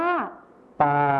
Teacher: คำว่าป่าในภาษาถิ่นอีสานจะไม่ใช้คำควบกล้ำลอลิงนะคะ